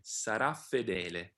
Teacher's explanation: in the last line, sarà fedele, also here, the F will be a little longer